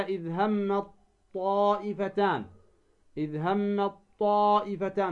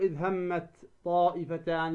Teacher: تدغم التاء في الطاء · Shown in: first take · كقوله تعالى إذ هم الطائفتان، إذ هم الطائفتان، فلا تقول إذ همت طائفتان، لا، إذ هم الطائفتان.